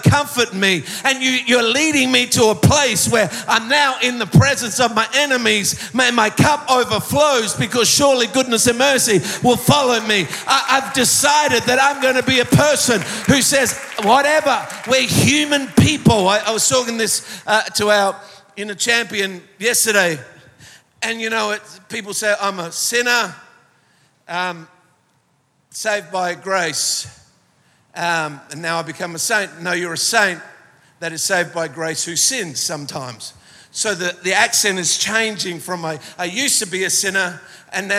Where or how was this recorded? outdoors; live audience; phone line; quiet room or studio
live audience